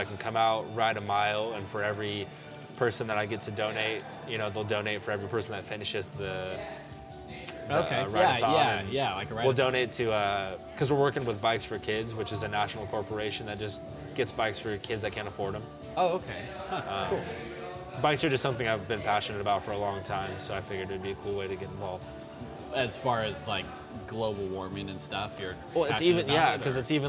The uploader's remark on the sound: Recorded on 2-25-2020 at The Public House